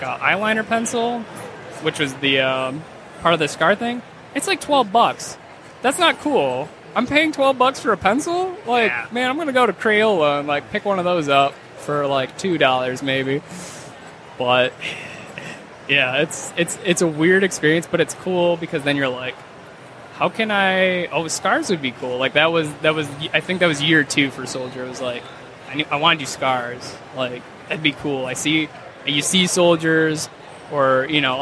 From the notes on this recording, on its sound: Live at Motor City